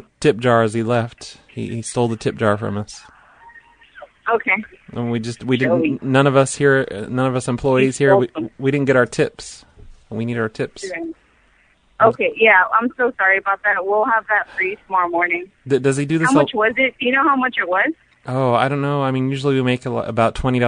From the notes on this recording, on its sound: Prank Phone Calls Collection